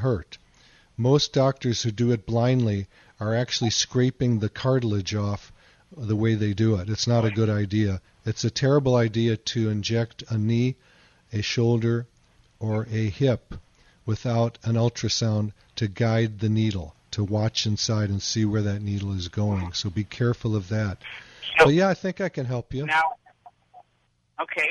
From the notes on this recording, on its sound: same caller who called in earlier